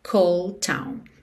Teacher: Cold termina em D. Town começa em T, naturalmente você liga num som só.